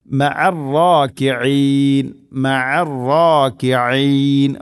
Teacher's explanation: തൊണ്ടയുടെ മധ്യഭാഗമാണ് ഐനിൻ്റെ മഖ്റജ്